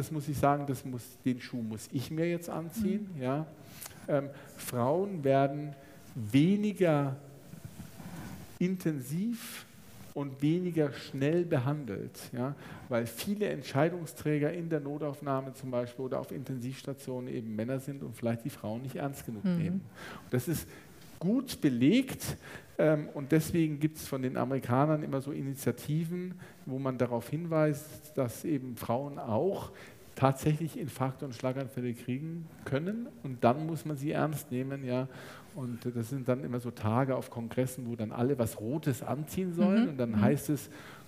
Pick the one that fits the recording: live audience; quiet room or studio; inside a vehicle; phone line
live audience